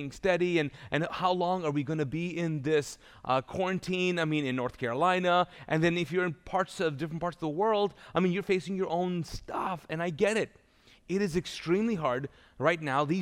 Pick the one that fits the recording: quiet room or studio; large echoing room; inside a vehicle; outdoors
large echoing room